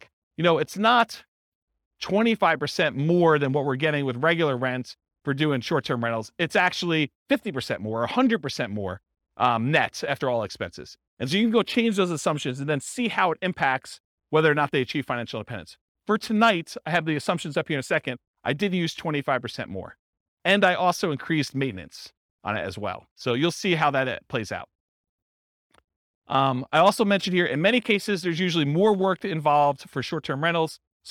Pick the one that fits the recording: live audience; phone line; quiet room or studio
live audience